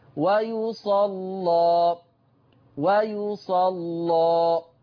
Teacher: ده انت فتحت الالف فلازم تغلظ اللام · Term: تغليظ اللام